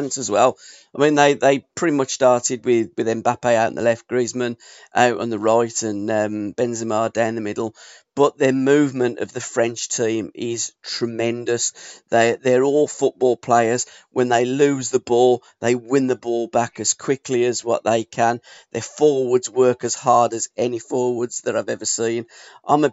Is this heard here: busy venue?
no